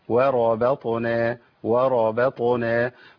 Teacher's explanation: انا عندي الواو مرققة والراء مفخمة الباء مرققة الطاء مفخمة